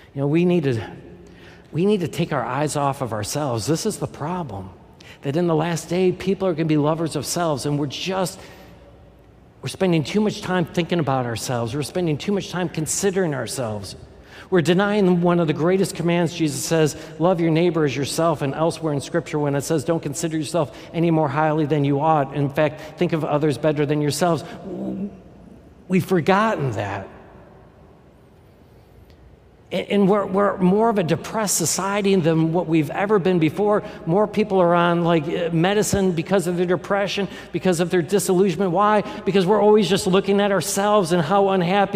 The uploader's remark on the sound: This is the core message from our live service on 2022-07-03.